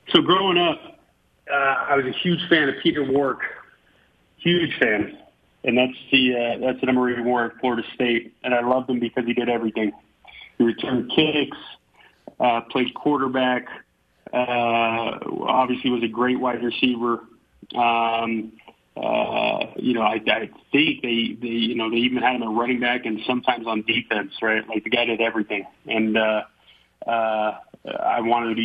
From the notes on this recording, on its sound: joined over the phone